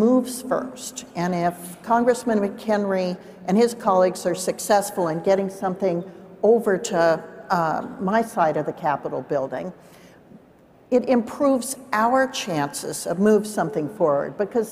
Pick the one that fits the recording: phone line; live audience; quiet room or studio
live audience